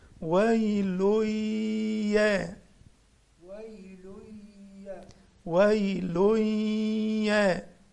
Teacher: هنا التنوين جه بعده ياء بنسميه إدغام بغنة فهندخل التنوين في الياء مع الغنة حركتين فنقول ويلويا ويلويا ويلويا ويل يومئذ للمكذبين الذين